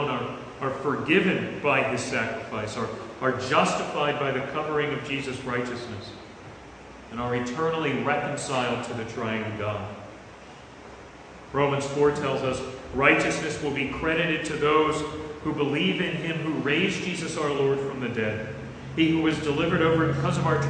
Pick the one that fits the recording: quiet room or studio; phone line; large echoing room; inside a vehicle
large echoing room